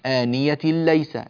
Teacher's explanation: آنية ليس، تنوين بعده لام، إدغام بغير غنة